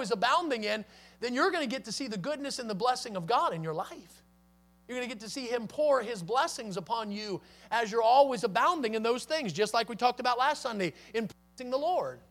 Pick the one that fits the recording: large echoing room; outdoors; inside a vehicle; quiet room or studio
large echoing room